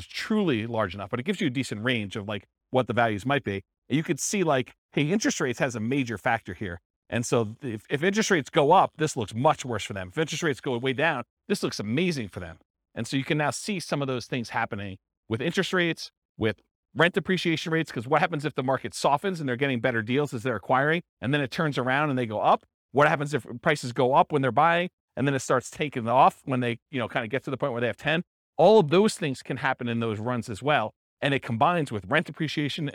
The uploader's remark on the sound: This was a live class recorded